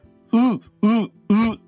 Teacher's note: 唇をすぼめて丸めて後ろの方で、奥の方で発音しようとすると、うううになるんですね。